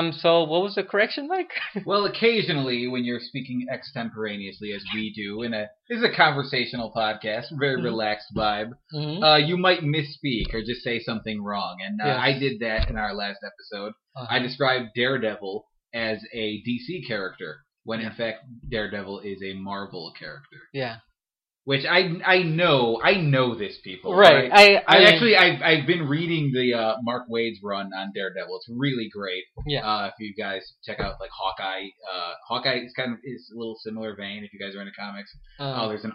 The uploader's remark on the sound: Apologies for the quality of the audio this episode. Trying to break in this new mic.